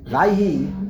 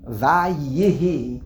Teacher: If you're gonna say Vayhi, half the time you go very quick, the yud is gone, out the window · Shown in: first take